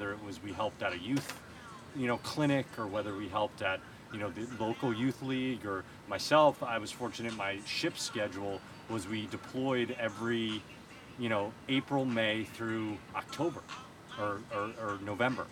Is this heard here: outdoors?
yes